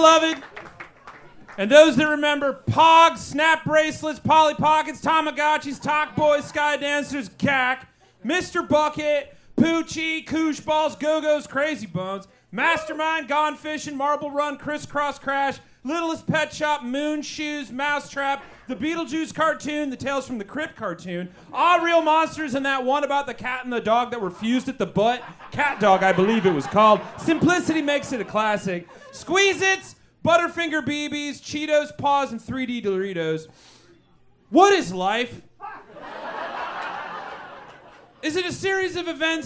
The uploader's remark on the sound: Recorded LIVE at Chicago’s Historic Green Mill Lounge on January 13th 2024 for The Paper Machete